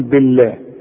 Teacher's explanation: ما دام الباء مكسوره بنرقق لفظ الجلاله